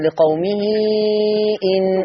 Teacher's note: خلي بالك من الإشباع، يعني مثلا لقومه إن ست حركات